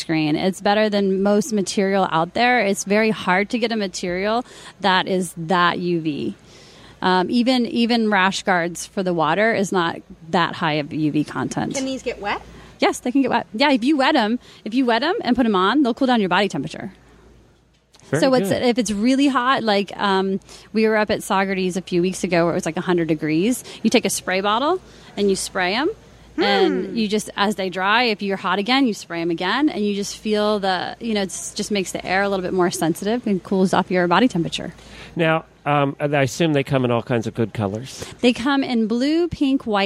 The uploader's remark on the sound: Live from AETA with a pile of guests.